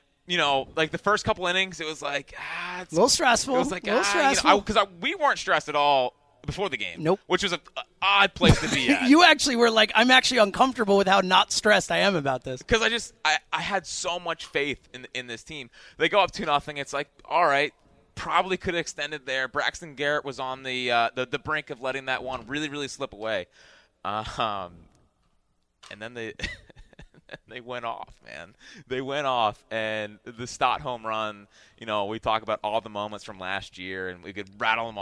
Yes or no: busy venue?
yes